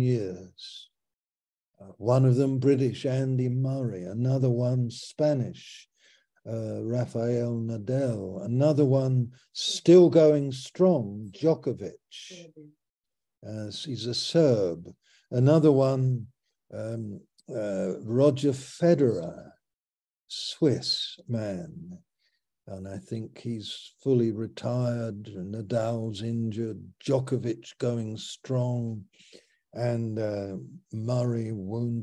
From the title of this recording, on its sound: Malaysia Meets (Zoom)